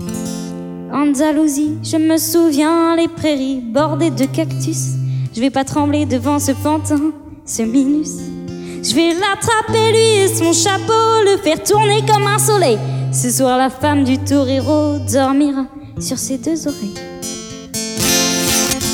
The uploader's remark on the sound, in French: Enregistrement réalisé lors du concert dans les thermes de Chassenon